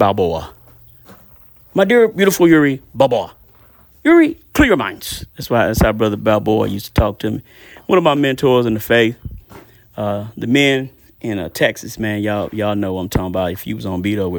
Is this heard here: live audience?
no